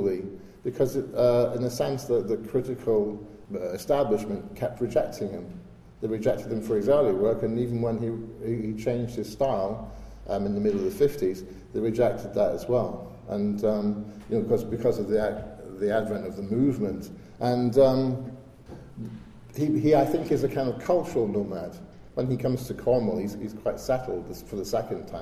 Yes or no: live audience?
yes